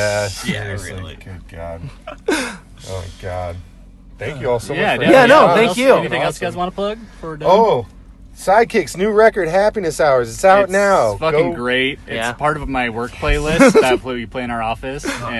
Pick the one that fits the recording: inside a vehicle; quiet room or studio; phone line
inside a vehicle